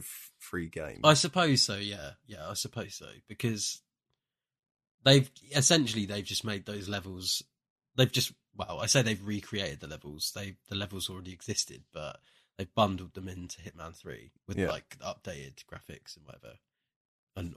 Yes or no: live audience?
no